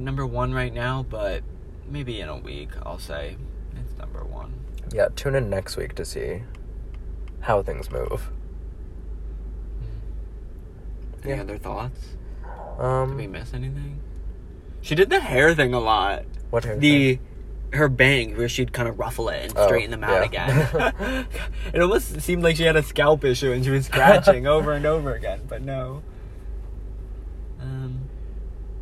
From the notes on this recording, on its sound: They record this live from their car after the concert. The quality is actually pretty good.